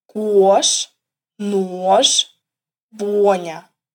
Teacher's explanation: Это всего лишь два наших звука «у» и «о» вместе. Сначала складываем губы трубочкой и говорим «у», а потом быстро присоединяем «о». · Term: вокань